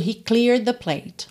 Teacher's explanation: Porque nessa terminação é de, o E não é pronunciado, então eu já junto tudo, he cleared the plate.